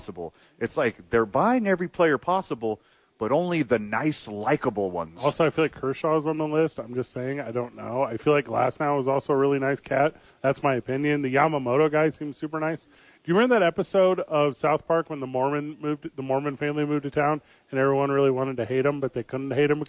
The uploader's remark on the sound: live at The Dukes Store